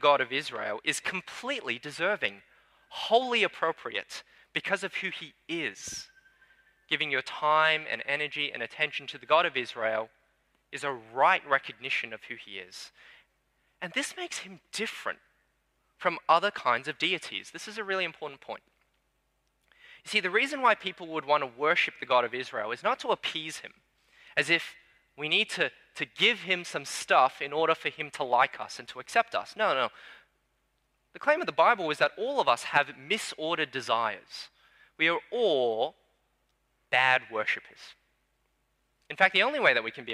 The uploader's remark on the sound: Sermon preached on 3 July 2022 at Newtown:Erskineville Anglican Church.